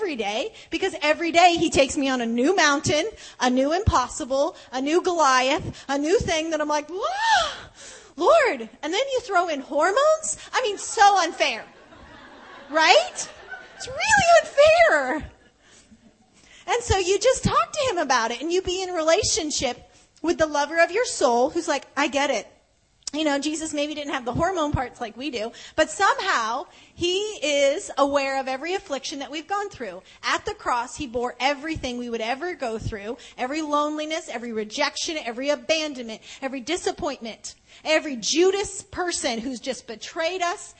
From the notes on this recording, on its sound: from the fourth session of our FREEDOM 2012 Women's Conference